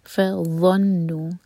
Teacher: فظنوا، جب ضا ہو تو وہاں پر زا کا ساؤنڈ نہیں آنا چاہیے، وا کے لیے ہماری زبان اوپر والے دانت پر ٹچ کرے گی، تھوڑی سی ٹپ باہر ہوگی اور منہ بھر کر پڑھیں گے. فظنوا، نون پر غنہ کیا جائے گا اور نون ہے چار حرکہ لمبا، مد منفصل.